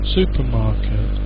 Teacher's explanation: It's one strong and three weak syllables.